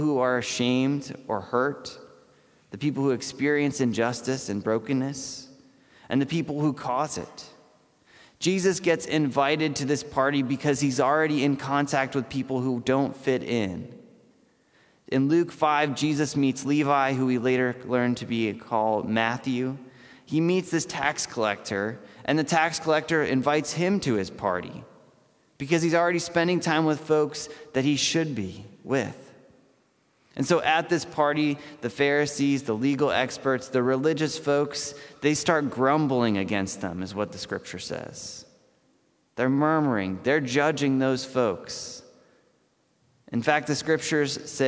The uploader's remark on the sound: This message was first preached on May 10th 2021 at Linglestown Life Church in Harrisburg PA.